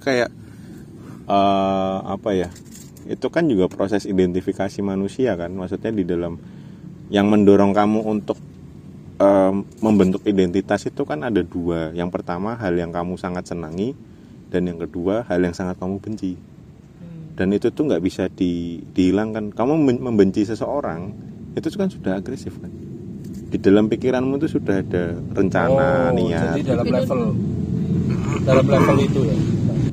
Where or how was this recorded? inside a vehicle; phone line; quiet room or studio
inside a vehicle